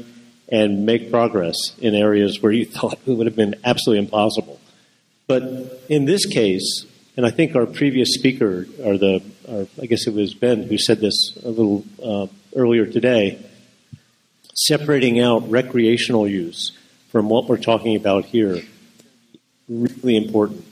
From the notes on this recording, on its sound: Live from Psychedelic Science '17 in Oakland